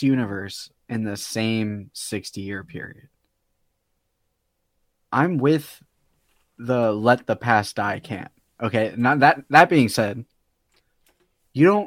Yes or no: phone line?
no